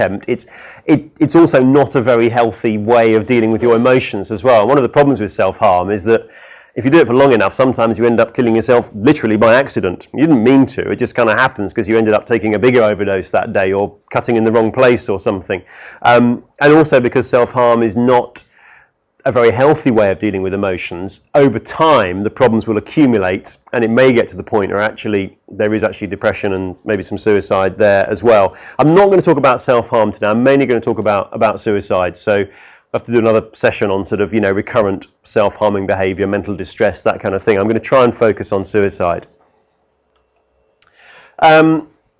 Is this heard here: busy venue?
no